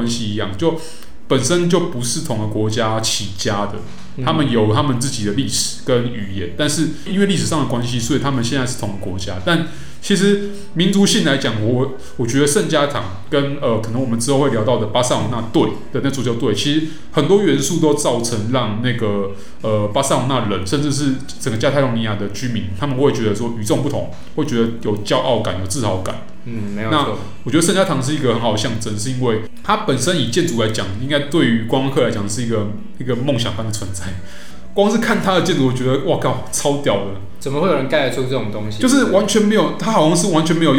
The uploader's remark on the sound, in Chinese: 本集白噪音指數：0/5。錄音地點：某某咖啡 - MOMO Coffee Bistro。